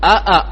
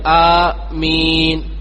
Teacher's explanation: ആമീൻ എന്നുള്ളത് ഹംസയും അലിഫും അതുപോലെ തന്നെ യാവും രണ്ടും രണ്ട് ഹറക്കത്ത് നമ്മൾ നീട്ടുക. അഥവാ ആമീൻ യാക്കും രണ്ട് ഹറക്കത്ത് നീട്ടുക, അതുപോലെ തന്നെ ആദ്യത്തെ ഹംസക്കും രണ്ട് ഹറക്കത്ത് നീട്ടുക.